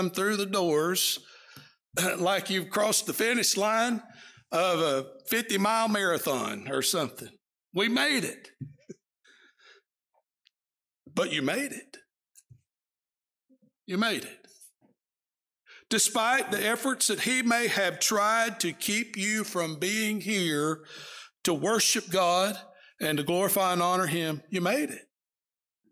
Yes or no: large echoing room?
yes